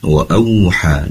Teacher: Wa'u seraya menyongkan kedua bibir ke depan, karena tempat keluarnya waw dari memoncongkan kedua bibir ke depan. Kemudian ha di sini ada mad tabi'i dibaca dua harokat